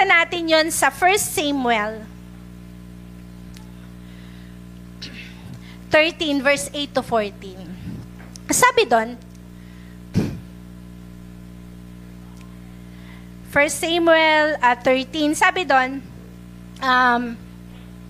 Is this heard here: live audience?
yes